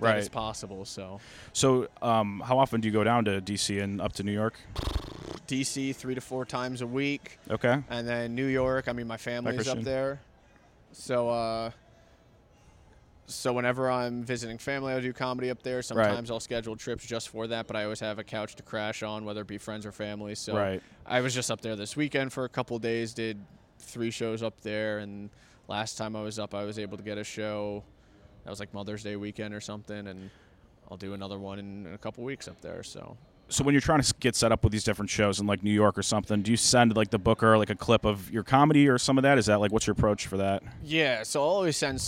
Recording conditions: outdoors